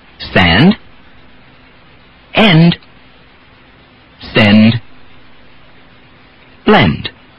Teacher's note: Sent. When D follows the N, it is again a softly exploding voice D.